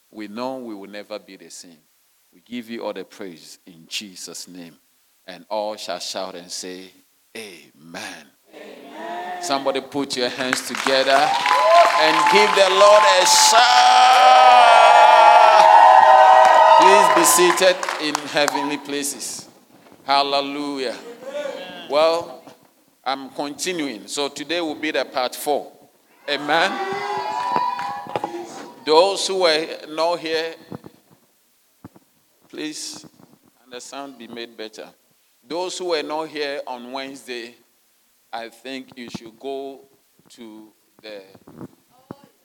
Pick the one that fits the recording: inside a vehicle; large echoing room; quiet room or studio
large echoing room